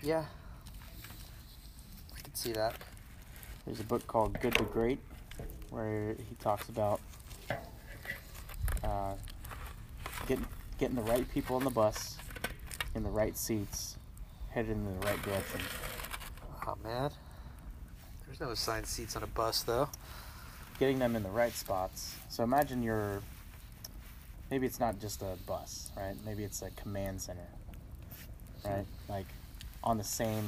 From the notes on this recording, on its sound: travels out to the country to have a fireside chat